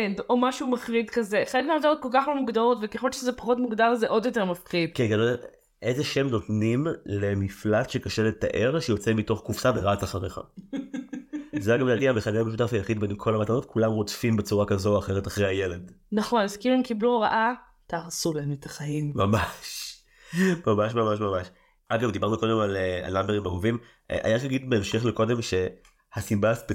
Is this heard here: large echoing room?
no